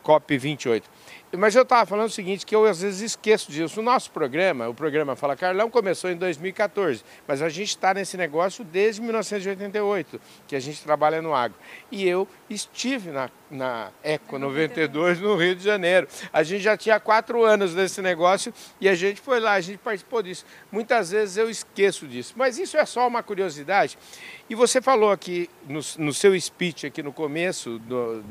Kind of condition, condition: setting, busy venue